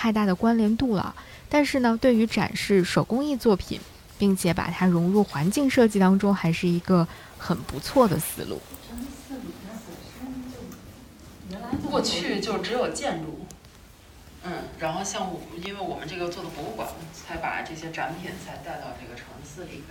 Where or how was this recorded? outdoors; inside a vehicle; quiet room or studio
outdoors